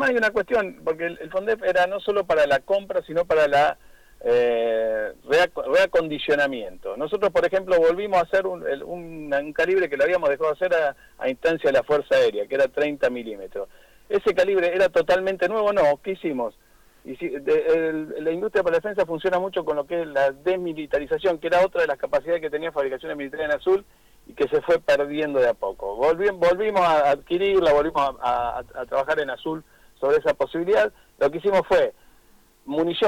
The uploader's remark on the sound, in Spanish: Entrevista telefónica